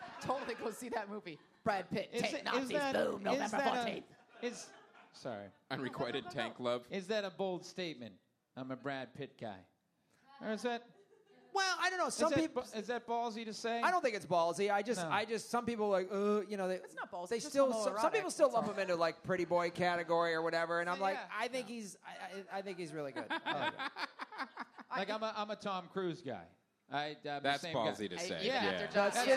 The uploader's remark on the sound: Live from LA Podfest 2014!